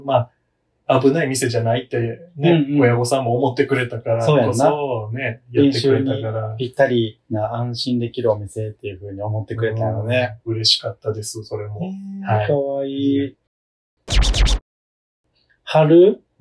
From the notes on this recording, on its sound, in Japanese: 音声がこもっており。